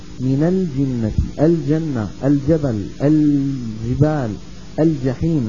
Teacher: اللام قمرية إذا كان بعدها جيم، ولا بد من بيانها